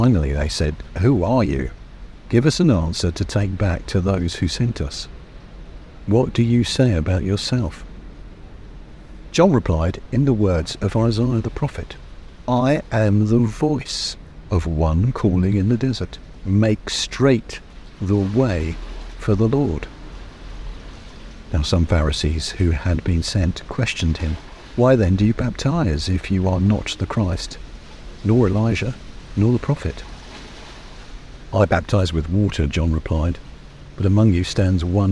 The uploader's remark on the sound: The sounds of the sea and of Swanage were recorded today from 'The Haven' on Swanage Bay. Although there are a few noisy people, I hope this natural soundscape helps give atmosphere to this first recording.